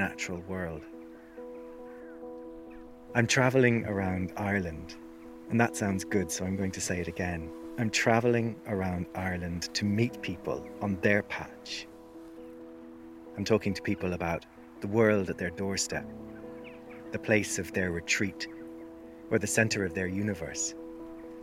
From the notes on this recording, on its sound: I visit an old burial ground at Aughadown, by the Ilen river outside Skibbereen in West Cork